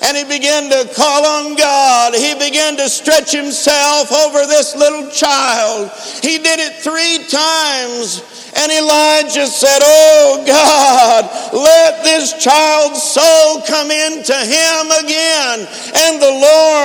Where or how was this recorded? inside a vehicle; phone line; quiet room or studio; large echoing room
large echoing room